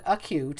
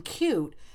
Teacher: where you drop an unstressed vowel at the beginning of a word · Shown in: second take · it became cute.